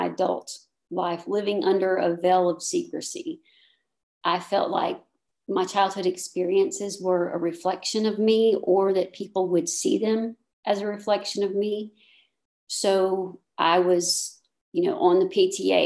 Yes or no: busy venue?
no